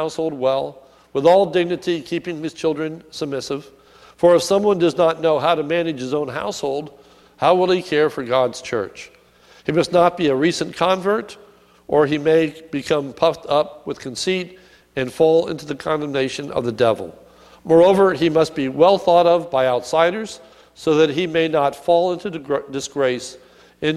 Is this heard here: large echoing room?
yes